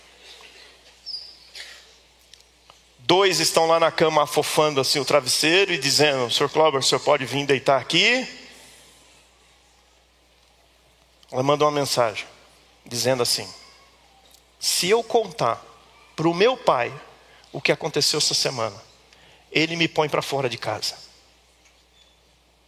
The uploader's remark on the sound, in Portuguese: Culto ao vivo IBMorumbi